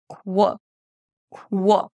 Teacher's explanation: all three words begin with qu. That's a k sound and then a w sound. So to make the w sound, bring your lips together.